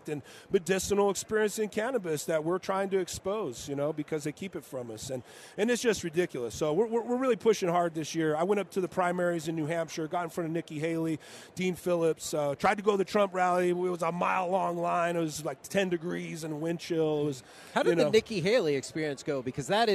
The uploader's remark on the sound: LIVE from Radio Row in Las Vegas!